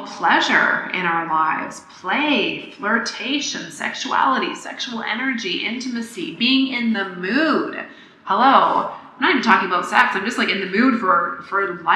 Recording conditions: echo